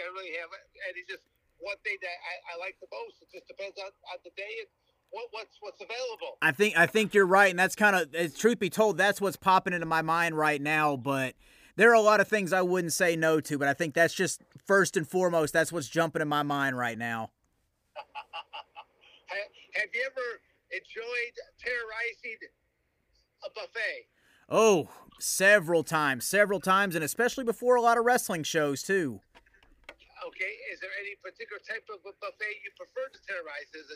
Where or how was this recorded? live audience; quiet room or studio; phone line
phone line